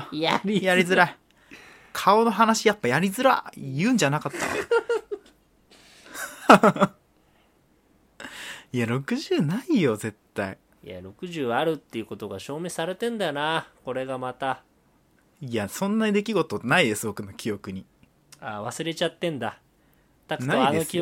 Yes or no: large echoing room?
no